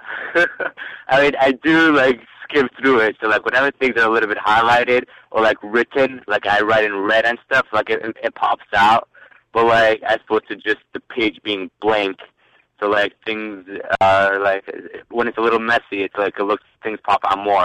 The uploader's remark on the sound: Live Calls from CPA Candidates